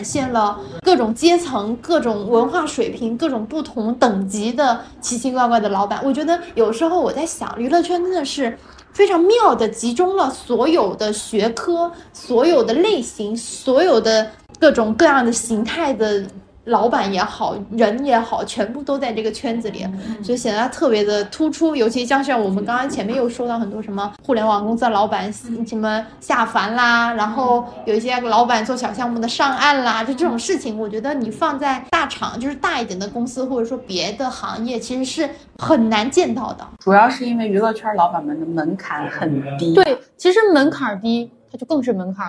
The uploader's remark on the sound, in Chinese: 本期录音环境较为嘈杂，请大家多多多多谅解